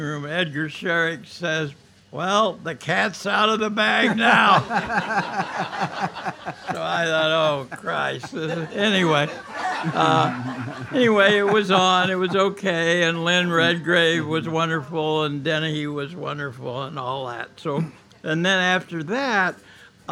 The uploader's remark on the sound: Recorded live at the legendary Red Key Tavern, May 8 2017